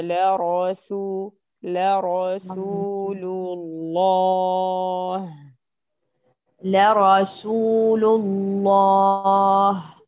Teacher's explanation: يبقى عندي الراء مفخمة، السين واللام من الحروف المرققة